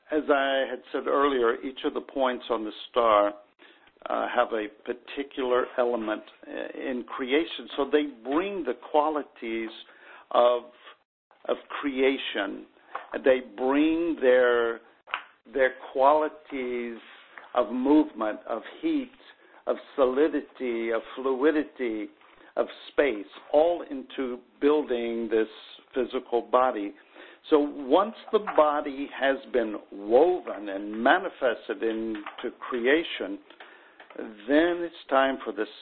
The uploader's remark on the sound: conference call